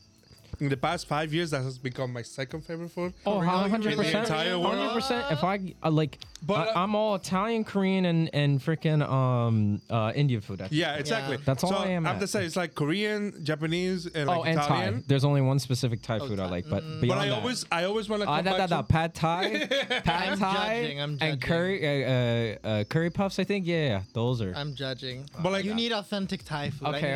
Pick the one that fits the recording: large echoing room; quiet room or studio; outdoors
outdoors